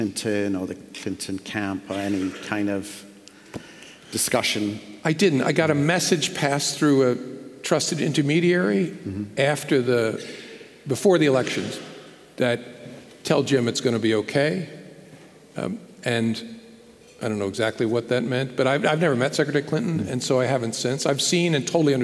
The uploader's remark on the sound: This episode is part two of our live event